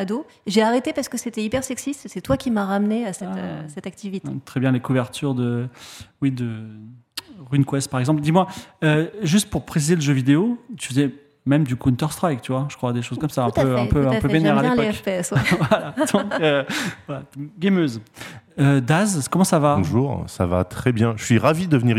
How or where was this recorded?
live audience